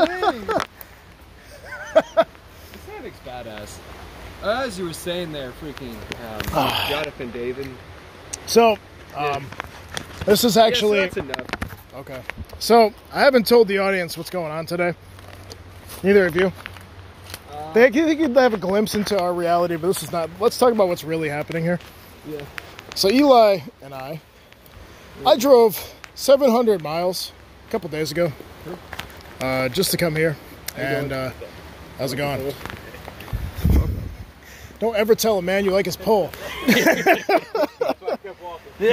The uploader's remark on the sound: We decided to record a podcast in the woods in Connecticut. The public got involved.